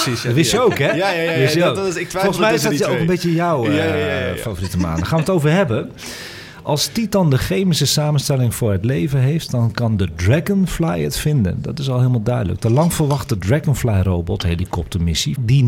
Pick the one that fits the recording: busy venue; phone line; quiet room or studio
busy venue